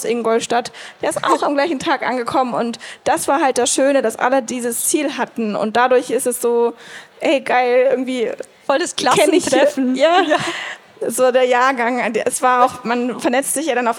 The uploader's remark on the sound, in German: Live Podcast auf der Eurobike 2023. Live auf der Bike Travel Stage der EUROBIKE 2023.